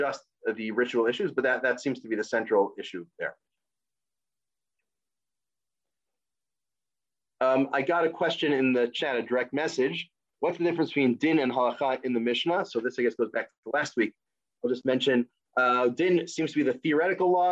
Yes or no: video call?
yes